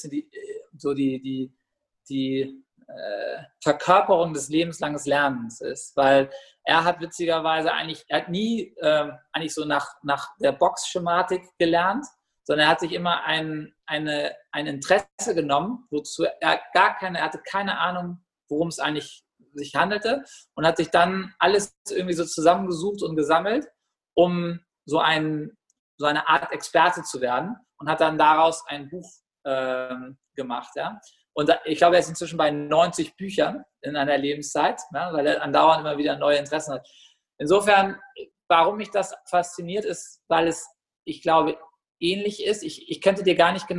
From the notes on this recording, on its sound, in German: Aufgenommen diesmal virtuell zwischen Berlin und Barcelona.